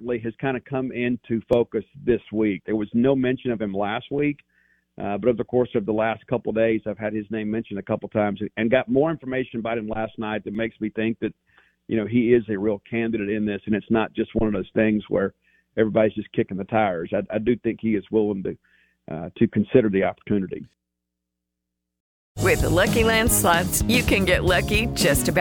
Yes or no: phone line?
yes